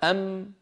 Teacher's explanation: يخرج الميم الساكنة بالتصادم بين الشفتين